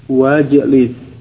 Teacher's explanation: Kemudian pada ijlis dia di tengah kalimat ada kata lain yang mendahuluinya, maka hamzah wasal yang di awal fil amr tersebut tidak diucapkan